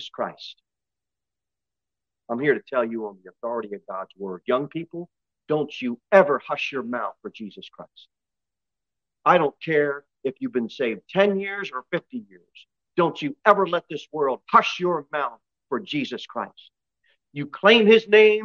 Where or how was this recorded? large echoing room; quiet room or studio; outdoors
large echoing room